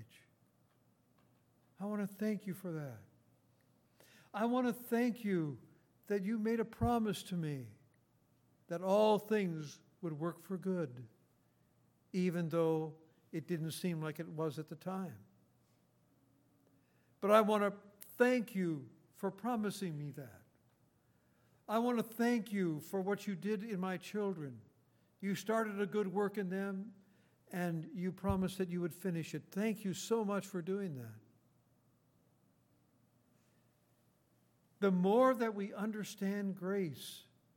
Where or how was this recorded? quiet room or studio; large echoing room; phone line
large echoing room